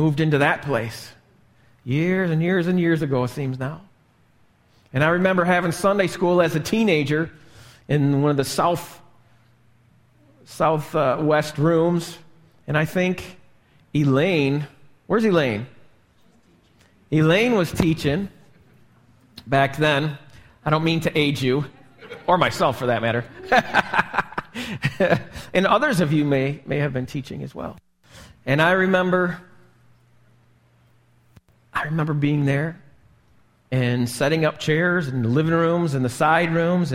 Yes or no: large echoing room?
yes